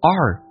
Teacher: ourmind，而且用降调非实义词汇 ourmind， our 在口语化当中一般说成耳，轻轻点一下往回卷舌耳 · Term: 卷舌音